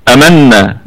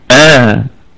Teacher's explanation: لا نقول أمن لكن نطيل الصوت بالهمزة شوية، نقول آمن · Shown in: second take